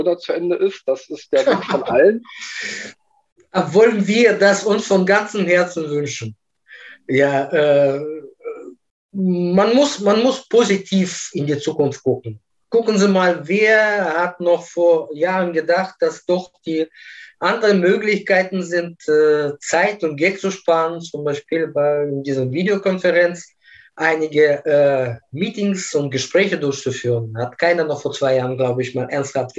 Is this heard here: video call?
yes